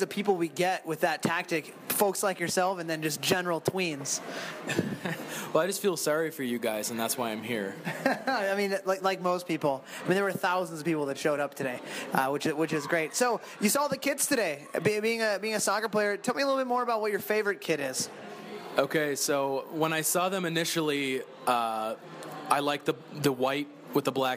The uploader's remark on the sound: first ever live podcast as they MC the 2016 Kit Launch